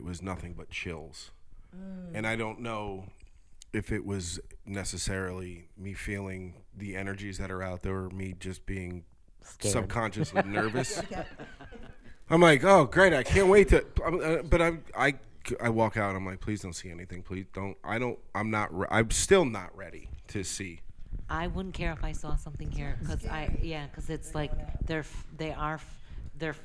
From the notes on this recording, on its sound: At The Century Club in Amsterdam NY for another on location recording of our podcast. The Century Club is extremely active with paranormal activity and you'll hear that all throughout this episode. The group, although they were the only people in the building, heard talking coming from other rooms, they heard what sounded like "crying' or "moaning", footsteps and more.